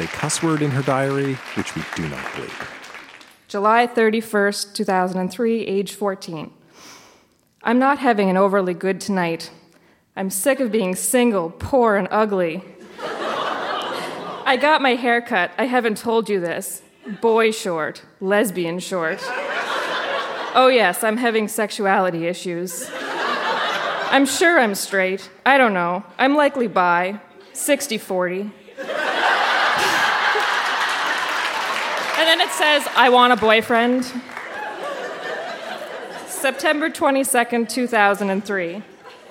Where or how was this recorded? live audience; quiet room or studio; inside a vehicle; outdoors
live audience